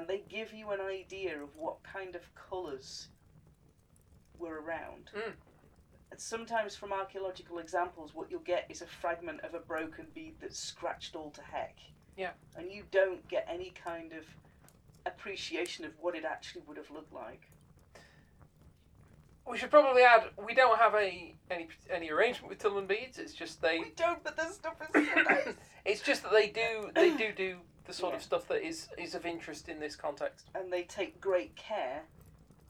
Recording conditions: sounds in the background